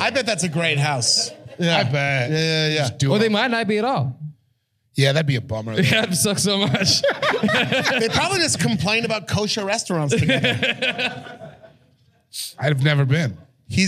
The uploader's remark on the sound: This was recorded live in Los Angeles at Mid City Arts Center.